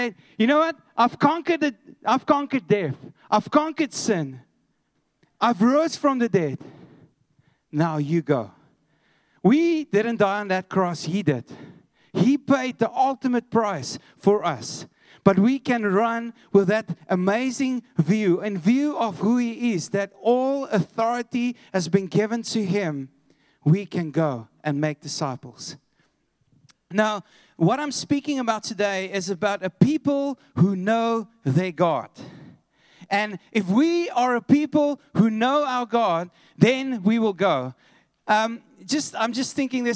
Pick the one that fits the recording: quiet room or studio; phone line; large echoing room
large echoing room